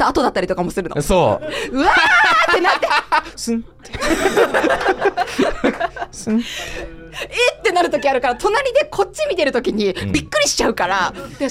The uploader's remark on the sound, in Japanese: 公開収録。視聴者の方と一緒にこれまでのゆる書道学ラジオを振りかえります。